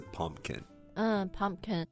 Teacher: But we really just say pumpkin. So you don't really need to say that P in the middle.